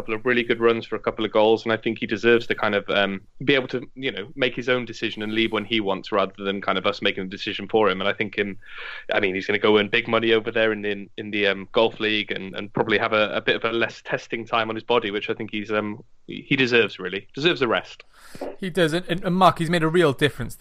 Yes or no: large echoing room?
no